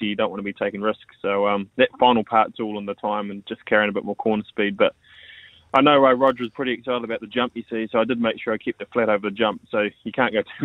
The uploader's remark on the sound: We are joined on the phone